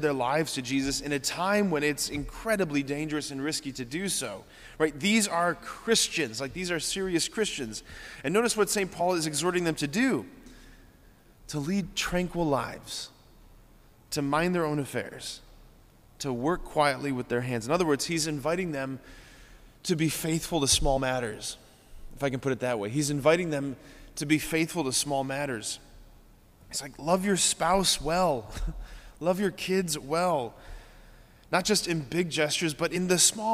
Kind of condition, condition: setting, large echoing room